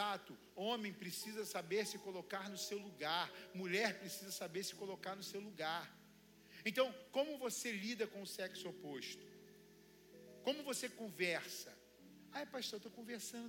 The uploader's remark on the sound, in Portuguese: CULTO DE DOMINGO